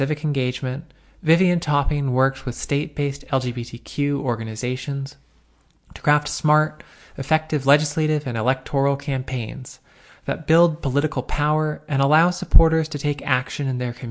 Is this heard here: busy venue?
no